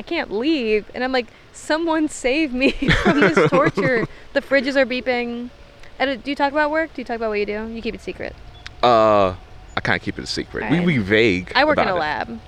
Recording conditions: outdoors